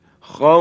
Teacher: در زمان وقف که ما میخواییم حرف فا رو ساکن بکنیم، در واو مد به وجود میاد